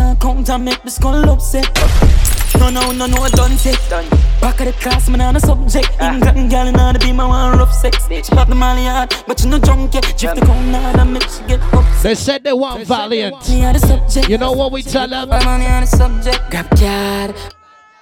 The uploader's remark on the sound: BOAT CRUISE LIVE AUDIO